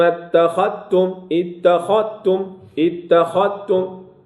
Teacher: الزال مع التاء متقارب، الزال مع التاء، أدغمها ورش